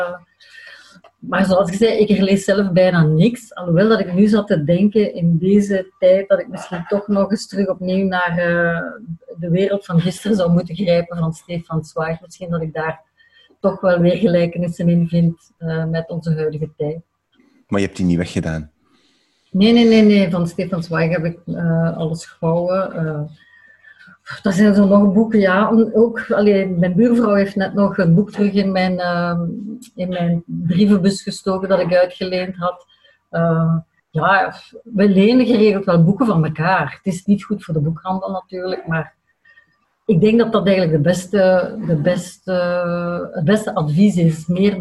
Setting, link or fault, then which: link, video call